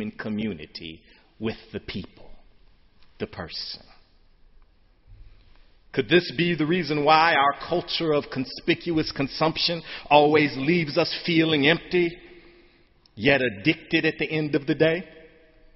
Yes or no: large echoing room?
yes